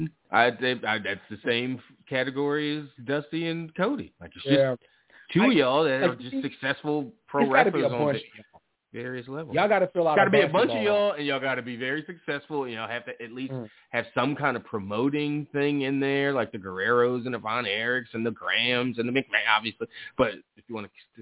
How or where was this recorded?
phone line